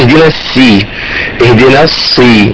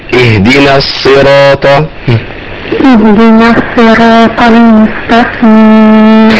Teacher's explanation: الصاد لو تساهلت في خروجها هتبقى سين · Shown in: second take